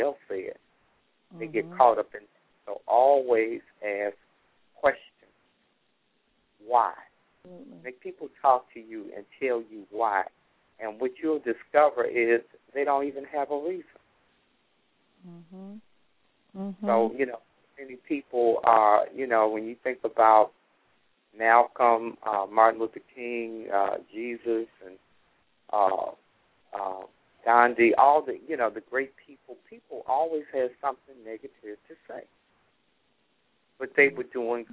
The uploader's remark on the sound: callers may call in with questions